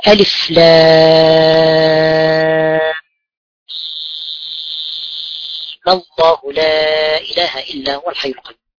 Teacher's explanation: أشبعت المد فيها 6 حركات مع فتح الميم